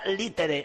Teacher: el ditongo ae se dice e